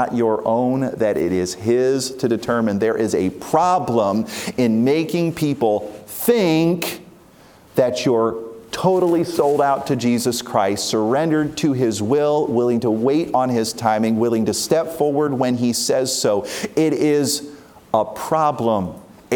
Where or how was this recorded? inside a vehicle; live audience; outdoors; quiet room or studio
live audience